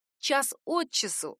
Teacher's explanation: в поговорке «час от часу не легче» ударение падает на предлог «от», «час от часу».